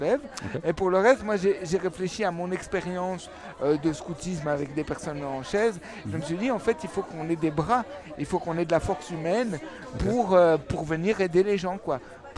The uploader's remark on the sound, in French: Festival Esperanzah! 2022. Media est présent au coeur du festival, à la rencontre des participants.